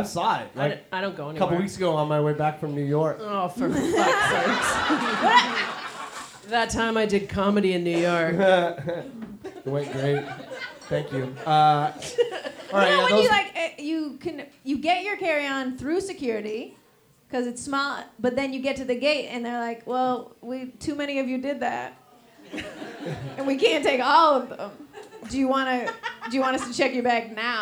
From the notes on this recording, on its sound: OUR FIRST LIVE SHOW! Live at The Mint in Victoria BC.